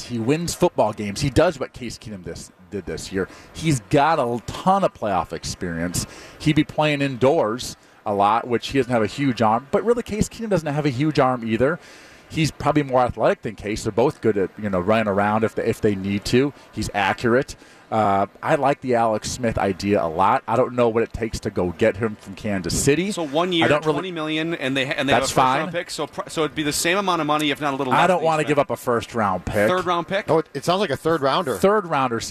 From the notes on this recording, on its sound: live from Radio Row